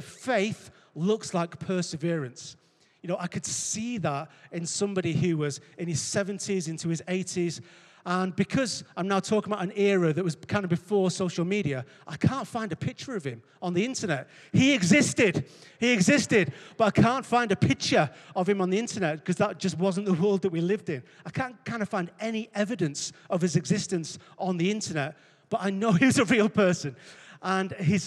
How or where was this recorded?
large echoing room